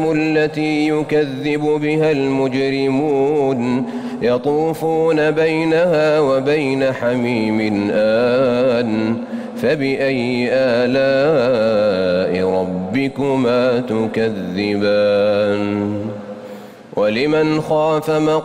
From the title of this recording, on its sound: LIVE] FROM MADINAH AL-MUNAWWARAH